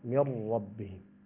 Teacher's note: النون الساكنة قبل الراء تدغم فيه إدغاما أيضا تاما من غير غنة